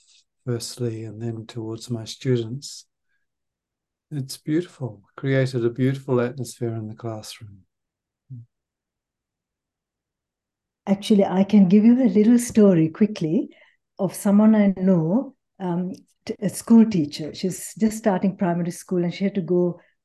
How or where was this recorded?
video call